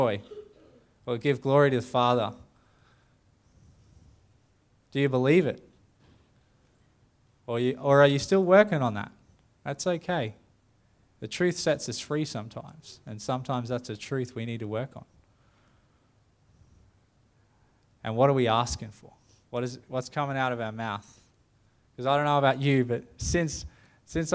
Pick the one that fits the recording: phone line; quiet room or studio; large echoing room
large echoing room